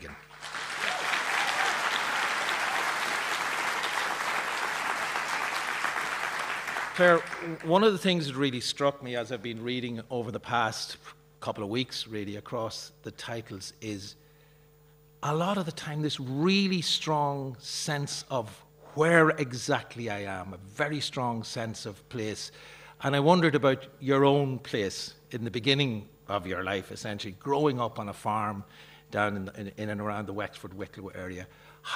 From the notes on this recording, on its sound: Arena Special. Live from the Pavilion Theatre Dun Laoghaire.